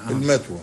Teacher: ما زلنا نستعملها في العامية المصرية مع إبدال الثاء تاء